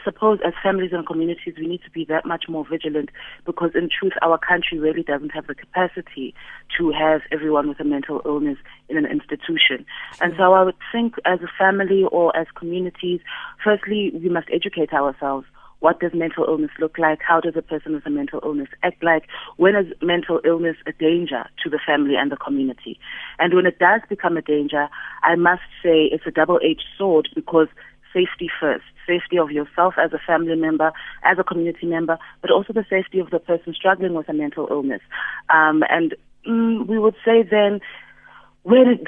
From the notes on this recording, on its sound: TELEPHONE INTERVIEW